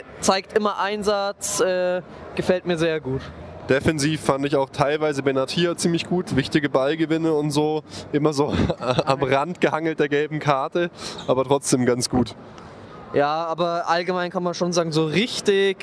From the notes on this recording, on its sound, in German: Mini-Folge aus dem Stadion gegen Rom. Live aus dem Stadion aufgenommen!